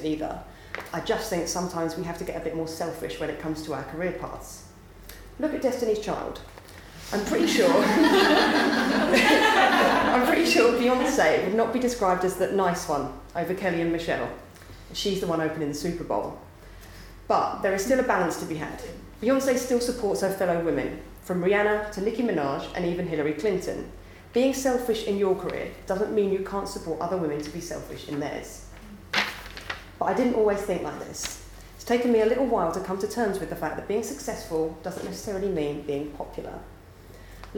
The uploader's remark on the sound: Recorded live at the 9% Event in Brighton.